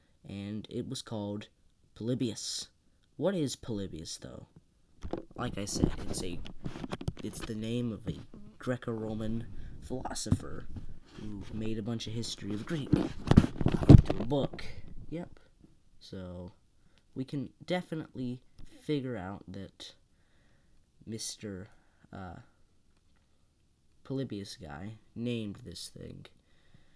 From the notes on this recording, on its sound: Very quiet, so listen with headphones for the best experience